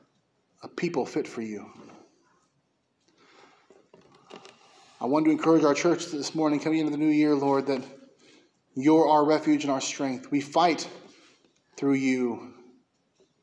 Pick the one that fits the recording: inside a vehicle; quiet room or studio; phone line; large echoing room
large echoing room